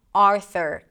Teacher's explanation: There is no U sound, even though it's spelled with a U, there is no U, Arthur. It's called a schwa.